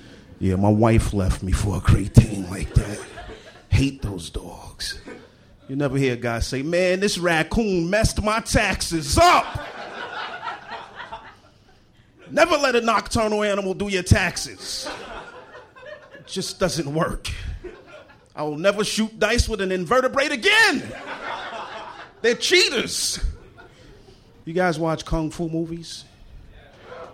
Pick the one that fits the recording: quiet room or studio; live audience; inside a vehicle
live audience